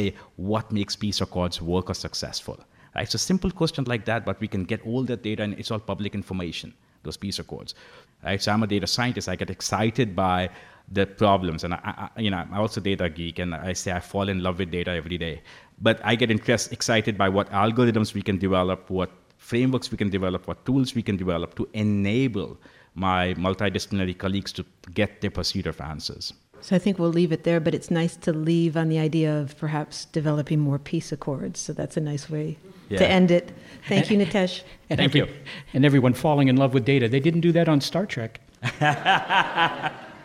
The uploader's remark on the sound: As we travel to the University of Notre Dame to celebrate the 150th anniversary of its College of Science with a show recorded in front of a live audience. Recorded at the Eck Center at the University of Notre Dame.